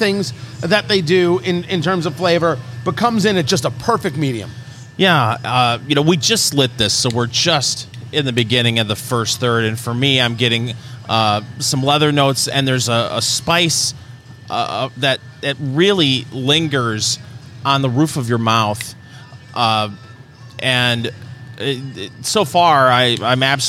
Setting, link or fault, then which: setting, busy venue